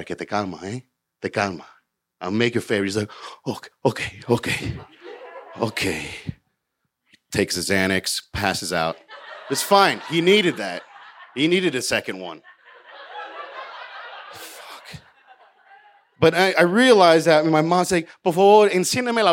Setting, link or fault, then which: setting, live audience